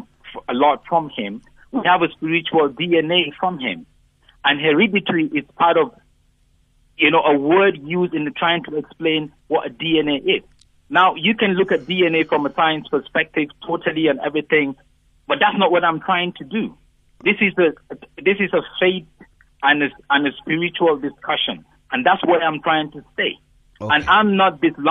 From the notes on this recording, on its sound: Guest on the phone